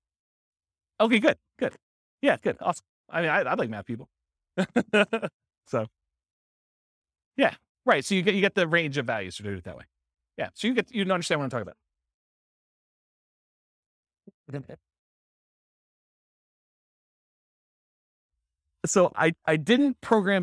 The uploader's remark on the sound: This was a live class recorded.